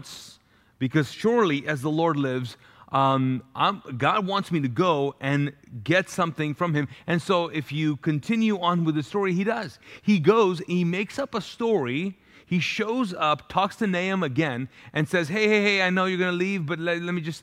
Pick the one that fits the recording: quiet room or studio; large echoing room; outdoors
large echoing room